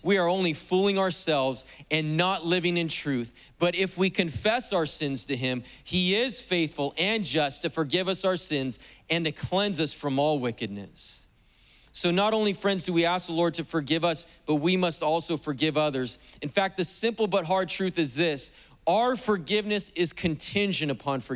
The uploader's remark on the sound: was preached on August 15th at the 11:30AM service.